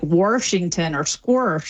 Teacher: And then there's the intrusive R, which is where you get an R sort of just stuck in the middle of places that never had one by people that typically don't drop their R elsewhere